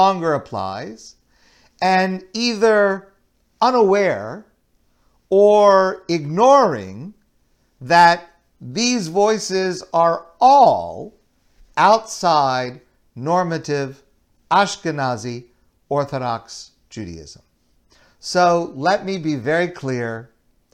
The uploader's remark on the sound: Delivered at Kollel Torah Mitzion